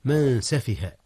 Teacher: من سفه هنا إخفاء يا أستاذنا، أخفي نون من في ماذا؟ في حرف السين